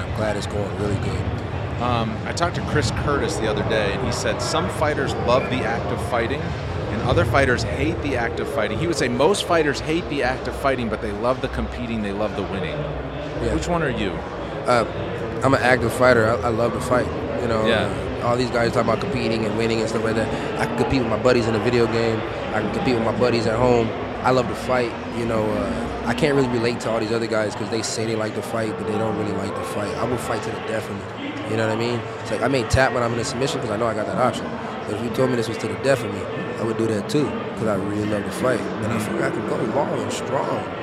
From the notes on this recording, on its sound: LIVE at UFC X.